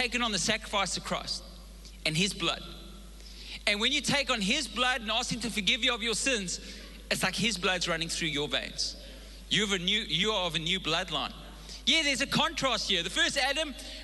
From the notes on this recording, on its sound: Recorded live on Sunday the 15th April 2022